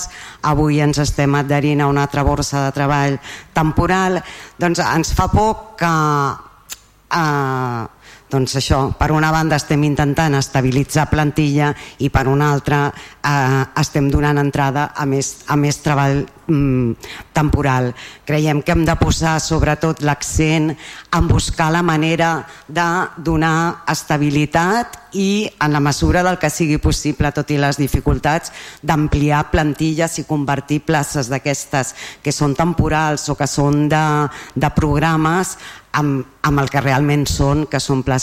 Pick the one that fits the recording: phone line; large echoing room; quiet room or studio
large echoing room